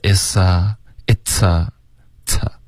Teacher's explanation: it's 的这个 t 一定要爆破